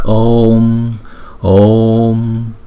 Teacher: khi chúng ta đọc chữ ô thì phải rõ ràng là hai nhịp so với chữ a